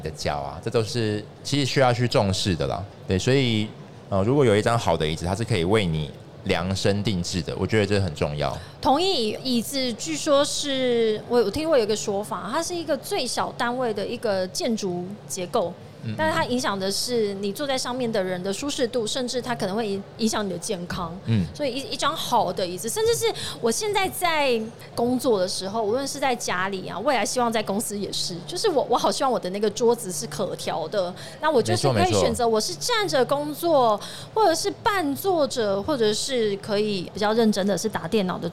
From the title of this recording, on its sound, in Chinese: 2022 Medical Taiwan台灣國際醫療暨健康照護展 -Live Podcast